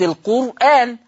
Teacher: قلت القرآن، فالراء ساكنة وما بعدها الهمزة، ما عملتش نقل لأنه من كلمة